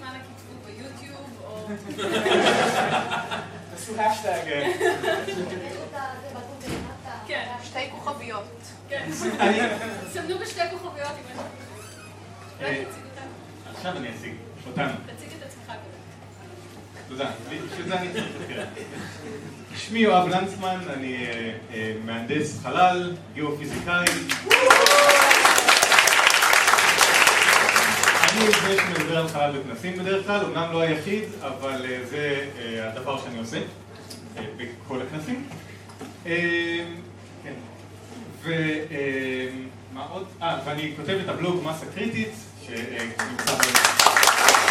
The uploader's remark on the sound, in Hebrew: פרק מול קהל חי בפסטיבל אייקון